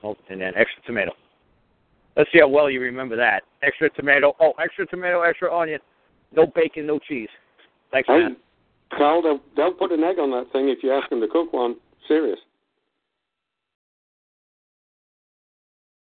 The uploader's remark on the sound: I will try to call in to trigger the Audio Stream at the beginning of the call